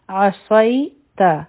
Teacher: صاد په دې کې د سیټي آواز دی دا به غټ هم وایو